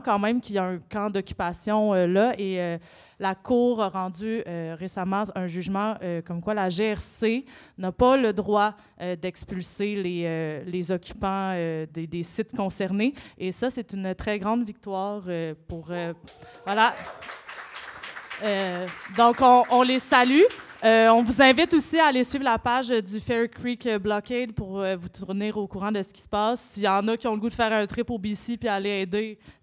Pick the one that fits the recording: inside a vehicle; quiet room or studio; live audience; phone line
live audience